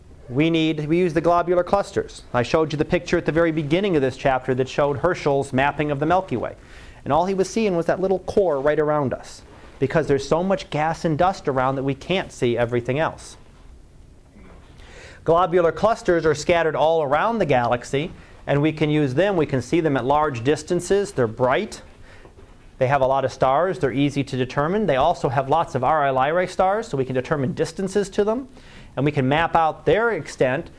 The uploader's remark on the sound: Live Class Lecture